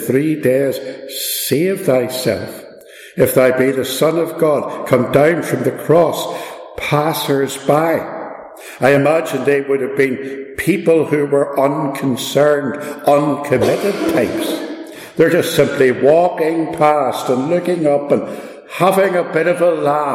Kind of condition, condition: fault, echo